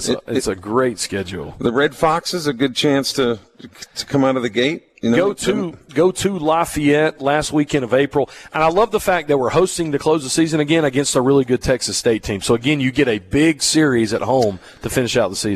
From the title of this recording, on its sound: Broadcasting from the Mississippi Armed Forces Museum at Camp Shelby for Veterans Day